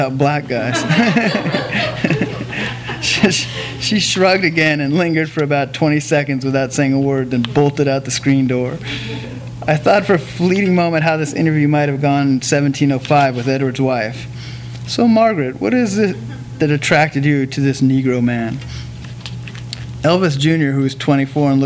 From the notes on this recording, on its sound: THIS EVENT WAS RECORDED LIVE AT SKYLIGHT BOOKS OCTOBER 15, 2012.